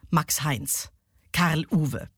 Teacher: wenn zwei Vornamen zusammenkommen, dann sind die gleichermaßen beide wichtig und werden beide gleich betont. Ich denke an Max Heinz, Karl Uwe. · Term: Spondeus